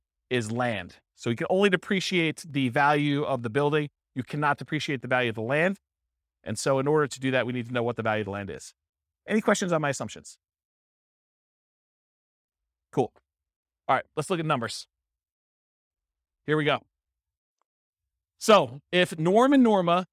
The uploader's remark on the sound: This was a live class recorded